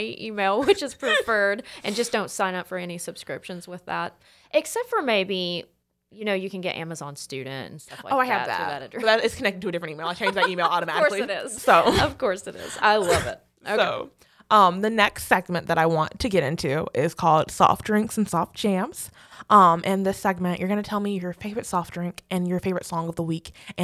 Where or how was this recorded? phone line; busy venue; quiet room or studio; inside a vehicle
quiet room or studio